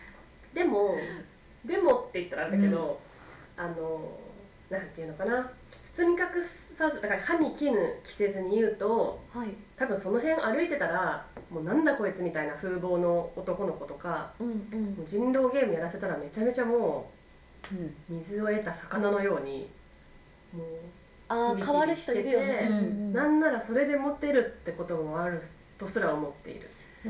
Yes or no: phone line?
no